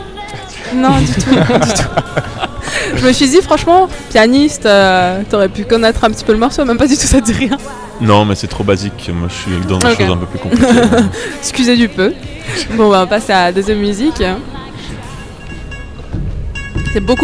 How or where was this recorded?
busy venue